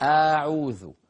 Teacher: لما قلت أعوذ الهمزة مططتها زيادة